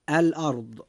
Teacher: كلمة الأرض فيها حرف الراء جاء ساكنا، وقد جاء ما قبله مفتوحا، فيجب أن تفخم الراء · Term: التفخيم